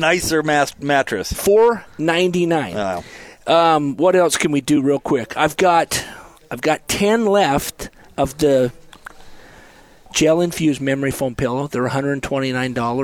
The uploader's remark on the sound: LIVE at 'The Warehouse'